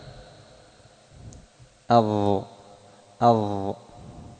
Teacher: أن اللسان مع الظاء يتقدم إلى أطراف الثنايا العليا